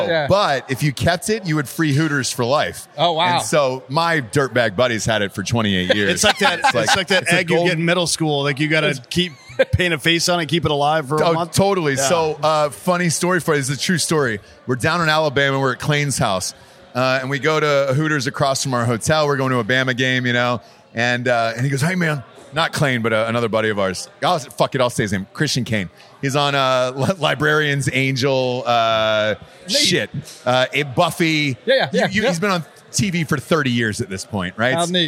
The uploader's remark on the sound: Live From North Carolina! Live from Wilmington, NC to celebrate the launch of Hard AF Seltzer on the East Coast of North Carolina as they’re joined by some of their favorite listeners.